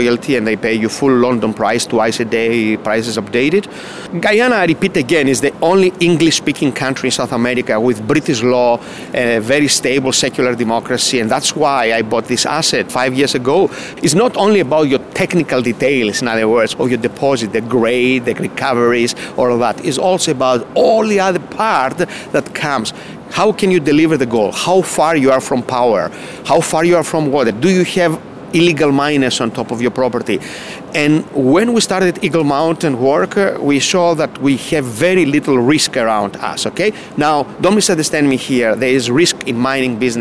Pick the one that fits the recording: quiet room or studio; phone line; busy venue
busy venue